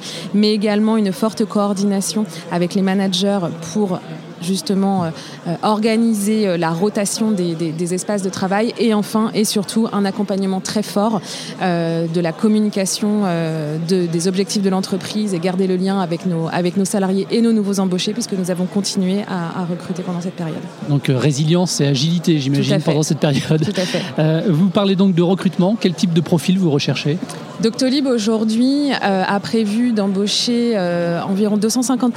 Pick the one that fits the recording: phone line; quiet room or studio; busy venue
busy venue